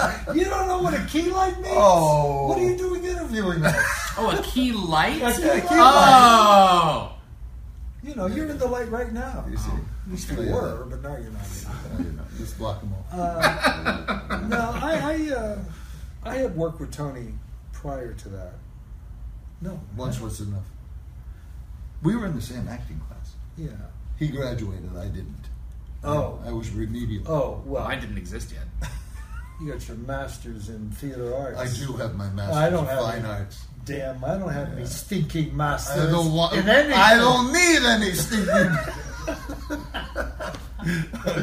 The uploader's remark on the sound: Apologies for the poor audio quality.